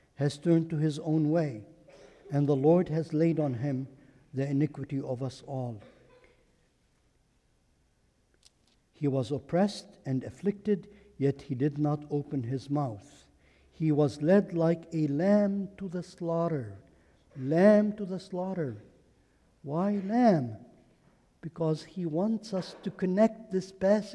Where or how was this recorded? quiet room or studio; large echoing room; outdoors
large echoing room